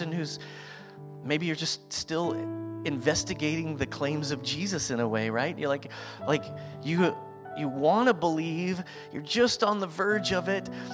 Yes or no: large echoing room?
yes